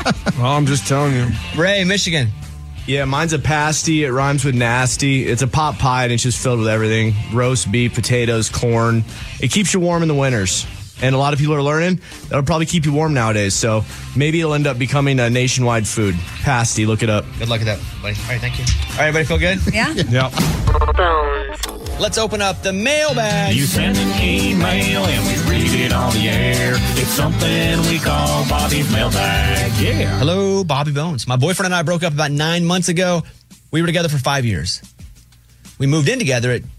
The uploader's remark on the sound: Boss Calls